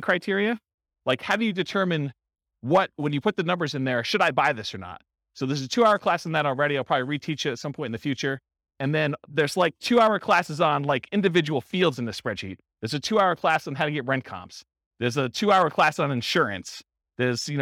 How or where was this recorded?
live audience